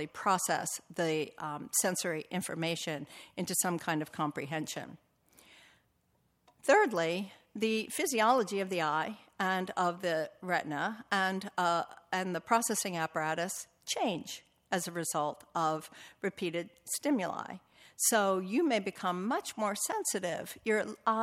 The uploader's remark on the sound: Recording of a lecture delivered on March 23, 2018